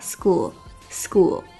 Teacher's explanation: sk 有一个浊化的现象